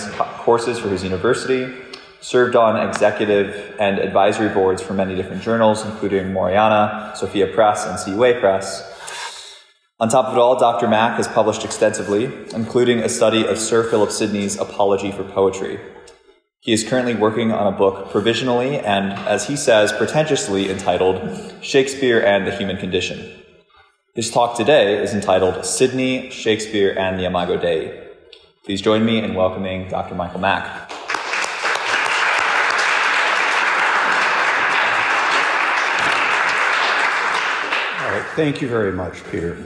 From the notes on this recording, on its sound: This lecture was given at Hillsdale College. As part of the Thomistic Institute conference "Christology in Literature."